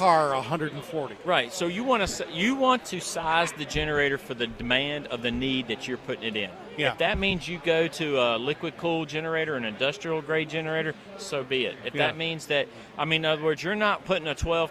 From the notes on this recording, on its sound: broadcast live from the North Carolina State Farmers Market.